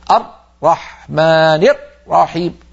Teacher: لما ينطق الراء يقفل مخرجها جدا ويقطع الصوت، فهذه سماها إمامنا الجزري حصرمة الراءات، مشتقة من الحصر يعني من تضييق المخرج زيادة عن المطلوب.